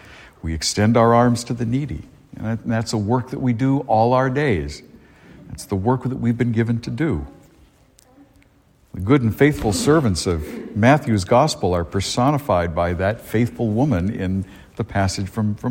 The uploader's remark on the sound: A homily delivered at Star of the Sea Church in Salisbury, Massachusetts